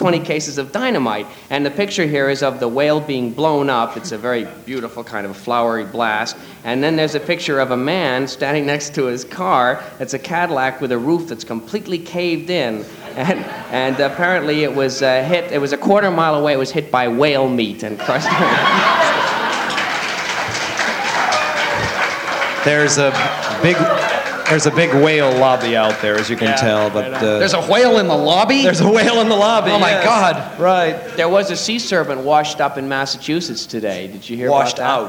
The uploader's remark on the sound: Live At The Ash Grove